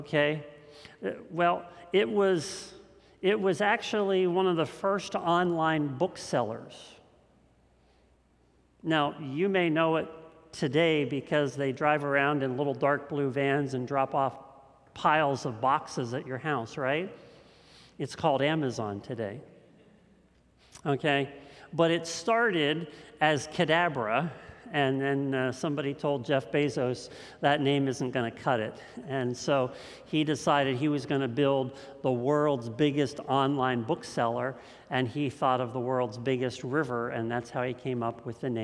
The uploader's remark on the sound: This message was first preached on August 15th 2021 at Linglestown Life Church in Harrisburg PA.